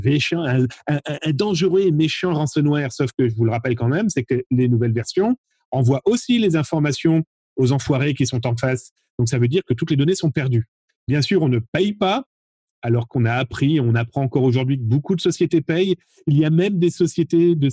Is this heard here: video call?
yes